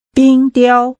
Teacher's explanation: Using two high-level tones, say, ice sculpture.